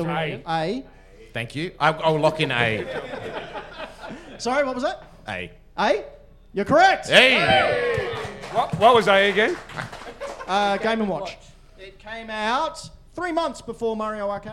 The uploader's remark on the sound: All in front of a LIVE CROWD!